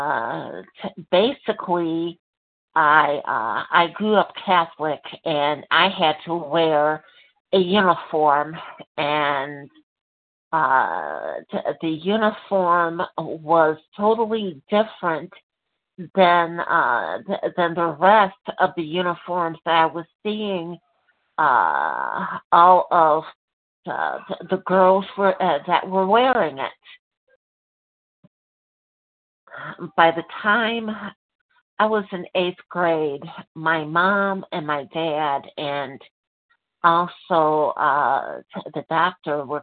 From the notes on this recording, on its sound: from the 100 Pounders Phone Meeting